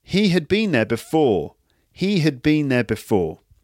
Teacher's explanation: Sometimes had is not completely contracted, but it might be pronounced using a weak form, which sounds a bit like hood.